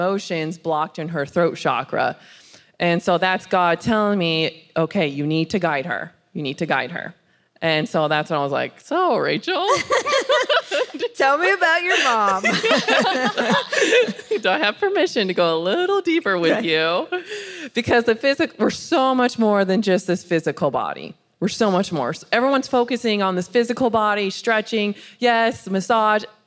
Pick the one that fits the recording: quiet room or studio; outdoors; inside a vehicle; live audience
live audience